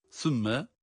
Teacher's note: Sa harfi peltek, mim şeddeli olduğu için tutuyoruz.